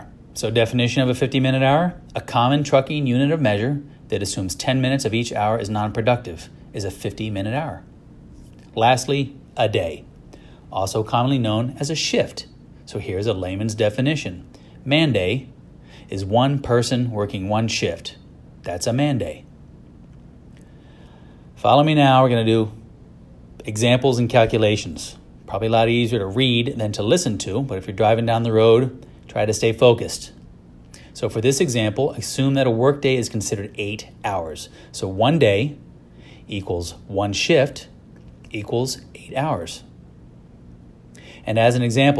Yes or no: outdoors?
no